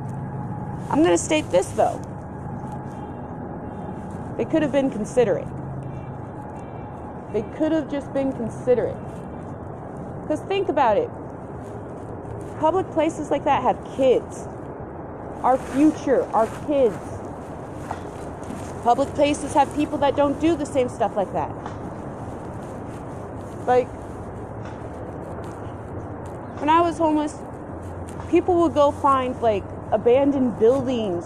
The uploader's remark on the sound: I also apologize for the noise in the backround.